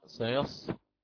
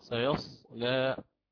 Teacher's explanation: ورقق اللام وأقلل الألف · Shown in: second take · Term: التقليل